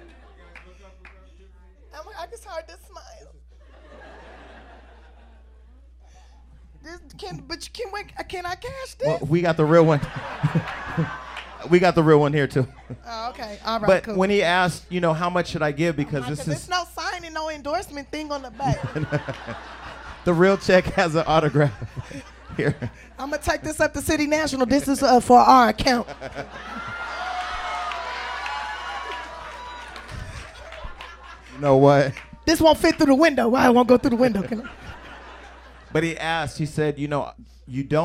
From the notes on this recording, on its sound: This week we took Hollywood Unlocked Uncensored to the legendary Laugh Factory for a live show